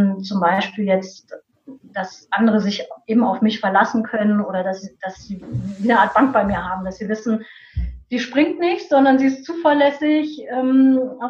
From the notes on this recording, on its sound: Live Online Coaching. Mäuschen spielen in einem Live Coaching?